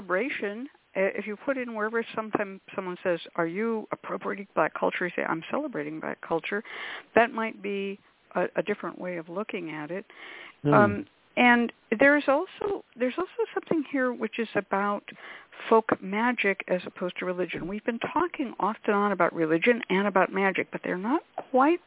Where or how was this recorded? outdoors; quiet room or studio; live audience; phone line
phone line